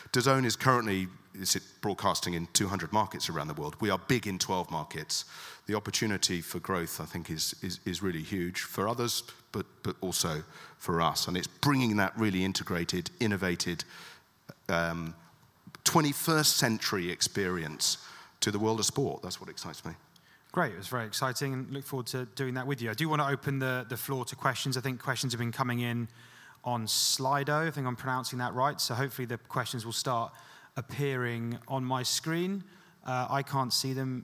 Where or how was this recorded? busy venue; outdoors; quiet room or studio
busy venue